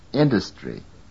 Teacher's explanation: The syllable dus is weakly stressed in this word and consequently occurs in a reduced form.